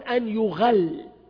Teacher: والبقية يقرؤون أن يغل، ما كان للنبي أن يغل بضم الياء